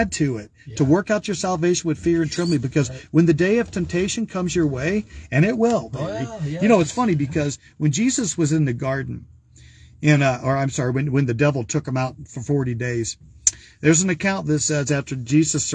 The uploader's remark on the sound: Brown Bag In The Van!